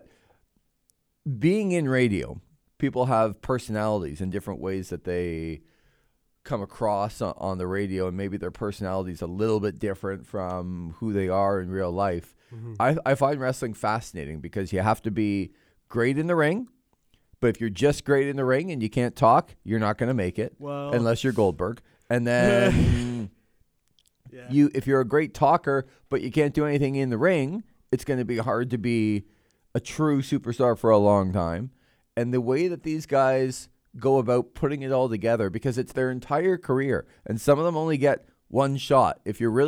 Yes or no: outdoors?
no